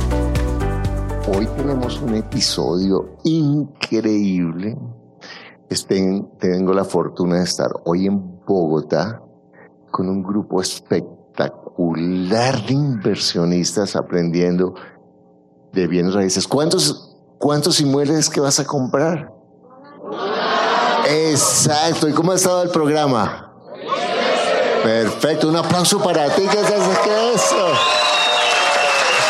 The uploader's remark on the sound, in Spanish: Les compartimos una entrevista que nos hicieron nuestros amigos. En un seminario en vivo con 500 personas en Bogotá.